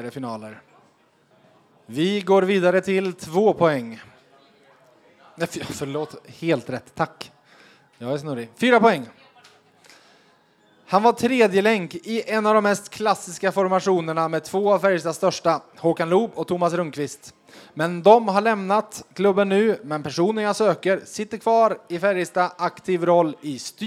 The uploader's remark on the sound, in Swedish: VF Hockey Live 2.0. För andra året i rad spelades VF Hockey Live in inför publik på Pitchers i Karlstad.